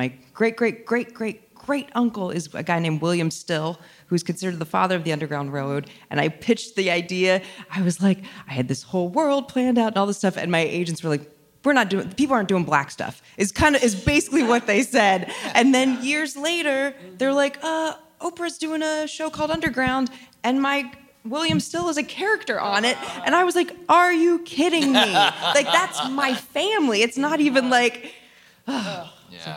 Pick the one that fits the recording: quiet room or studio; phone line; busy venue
busy venue